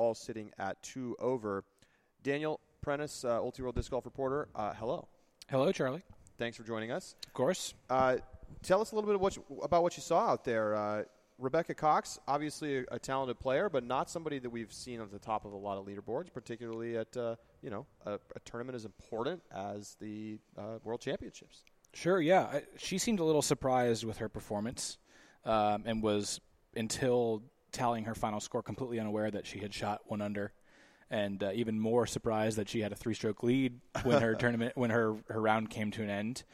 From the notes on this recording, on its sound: a LIVE edition of The Upshot podcast from Smuggler's Notch resort in Vermont, the site of the 2018 PDGA Pro Worlds